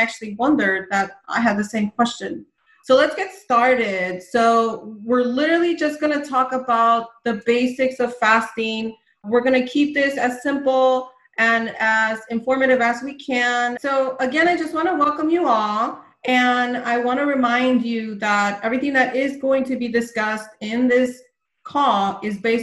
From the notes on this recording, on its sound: This is a replay from a Zoom Call. For our FB private fasting ladies group.